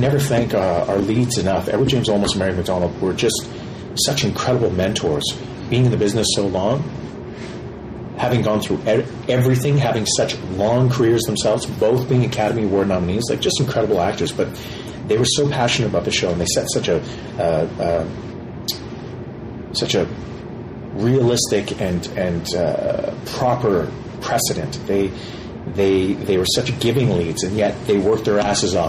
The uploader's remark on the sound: This ep[isode was recorded at Farpoint and the room noise does make the interview sound rough.